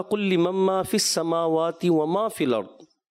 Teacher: تھوڑا غنہ کمزور محسوس ہوا